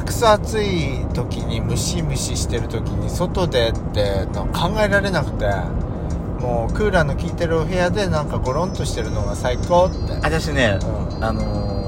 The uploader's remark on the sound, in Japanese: ドライブ収録 #ロードノイズごめんね